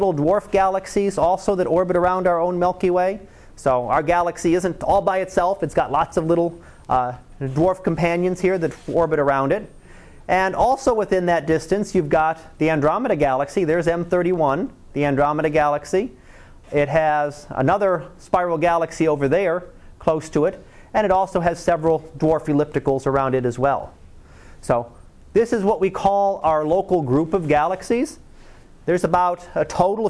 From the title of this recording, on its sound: Live Class Lecture 2013 Nov 15